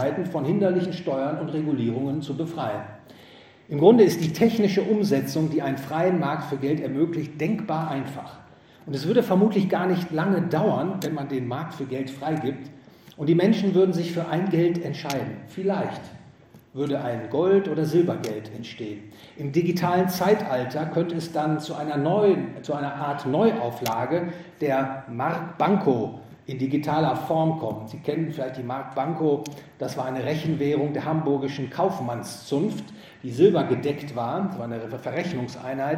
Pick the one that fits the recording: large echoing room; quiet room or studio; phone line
large echoing room